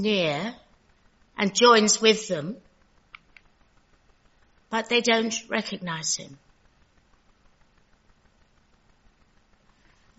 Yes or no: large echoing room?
yes